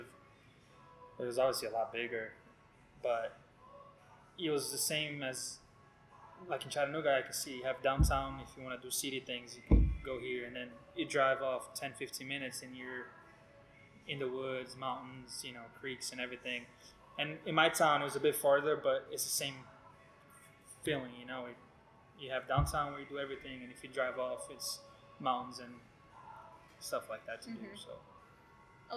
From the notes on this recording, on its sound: This episode was recorded at Cadence Coffee Co. This episode was recorded at Cadence Coffee Co.